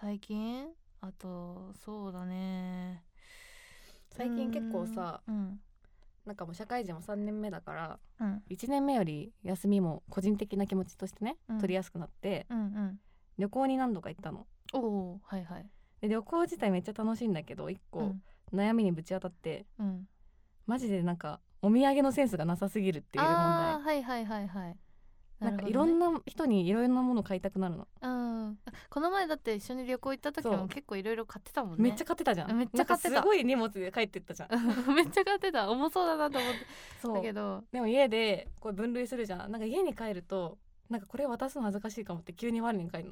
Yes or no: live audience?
no